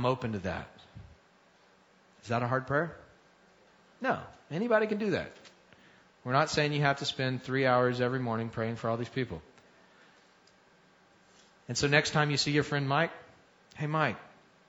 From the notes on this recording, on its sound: Recorded Live at Vineyard Church of Kenner.